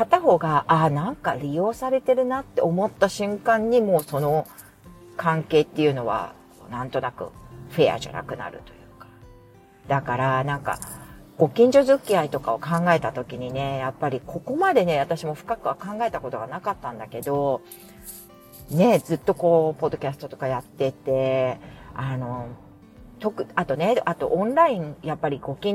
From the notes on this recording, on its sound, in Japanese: お聞き苦しい雑音すみません。雑音注意。